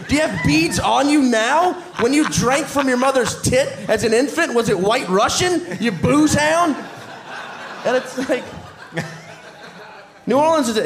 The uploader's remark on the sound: Live Portland Super Show